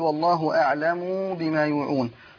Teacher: يمد هذه الضمه فياتي بواو خالصه، توليد مد